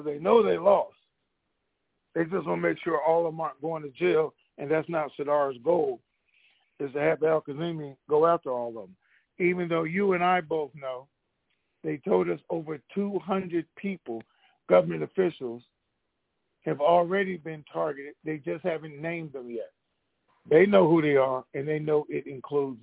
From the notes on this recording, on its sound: TNTSuperfantastic Conference Call